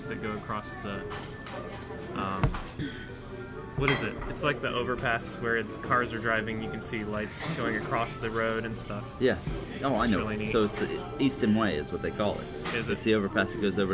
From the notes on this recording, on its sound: This week we spent some time recording live audio at Easton Town Center on the east side of Columbus, Ohio. Listen to many live segments as we discuss movies at the AMC, Christmas atmosphere, food, and fun.